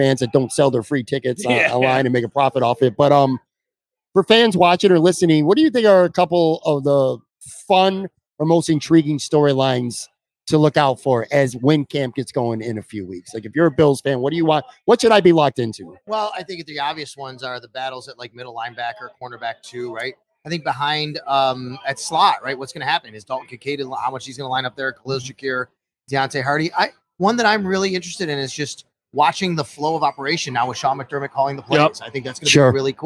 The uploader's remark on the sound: LIVE From Imperial Series. A sit-down conversation taped live from Imperial Pizza in South Buffalo. Thank you again to Imperial Pizza (1035 Abbott) for hosting this live series.